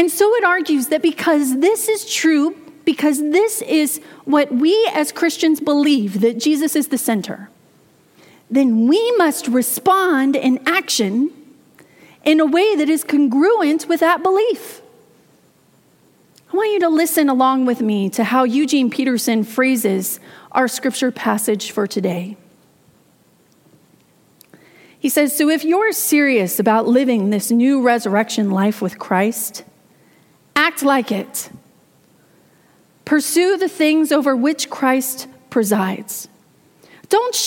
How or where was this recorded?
large echoing room